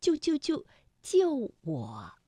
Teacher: 当救救救连在一起的时候，不可能每一个字都从五能够降到幺，所以啊，我们通常把它从五降到三 · Term: 去声